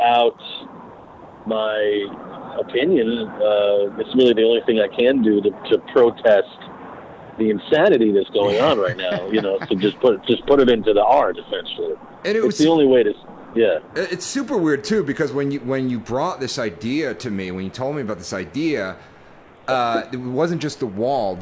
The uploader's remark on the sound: Phone calls.